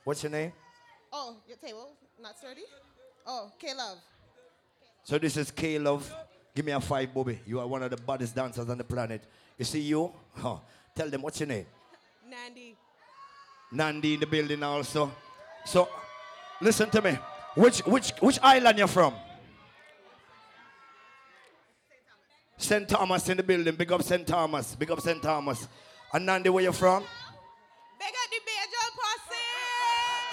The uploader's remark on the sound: REVIVE BRUNCH MIAMI ROSÉ LIVE AUDIO.